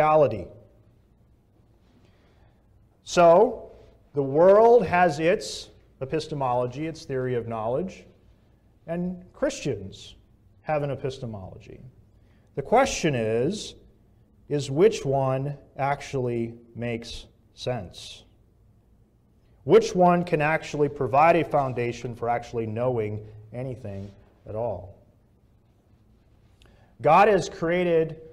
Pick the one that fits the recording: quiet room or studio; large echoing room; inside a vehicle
large echoing room